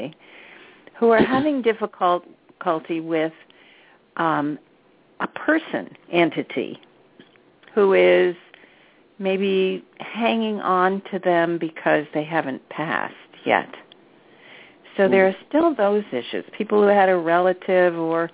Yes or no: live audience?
no